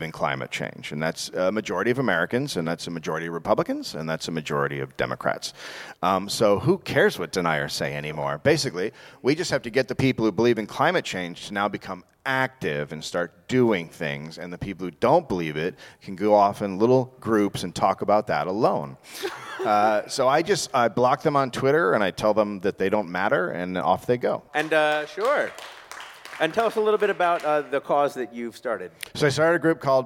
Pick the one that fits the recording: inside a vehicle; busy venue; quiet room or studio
busy venue